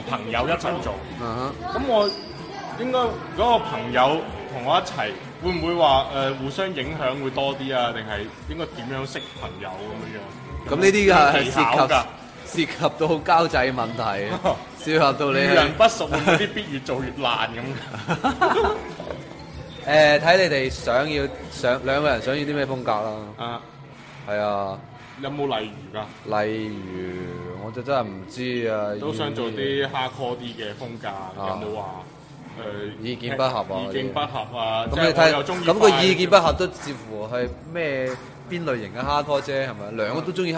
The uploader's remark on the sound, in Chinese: 很多杂音